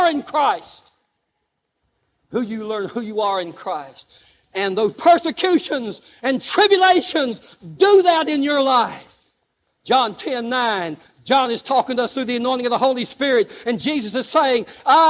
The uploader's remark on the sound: Live Service